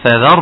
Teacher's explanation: الراء مفخمة فذر، نعم لأن ما قبلها مفتوح